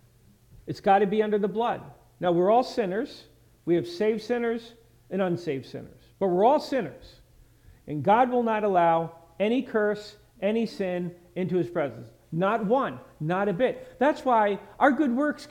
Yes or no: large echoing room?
yes